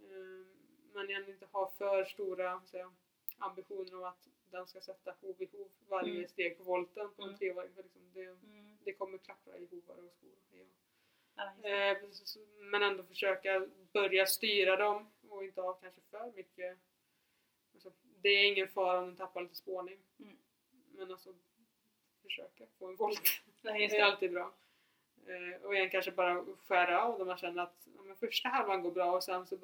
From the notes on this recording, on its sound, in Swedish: Ljudet är tyvärr lite lågt i detta avsnitt.